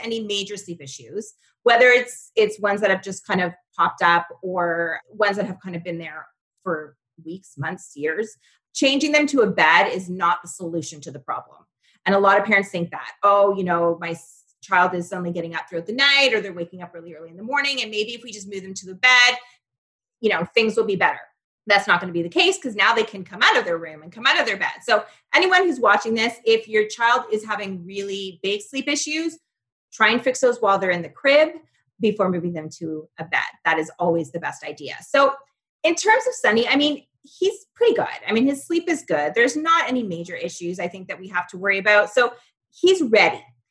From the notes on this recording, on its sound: had a Zoom call with our sleep expert